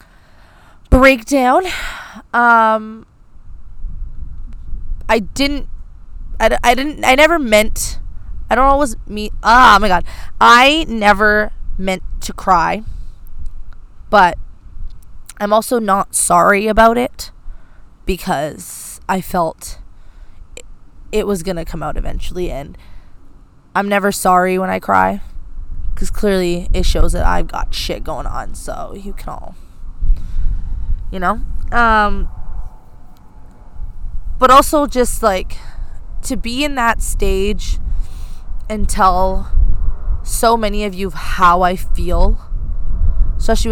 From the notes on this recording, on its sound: As she records this weeks episode outdoors in a park. Sorry for the wind and airplane noise.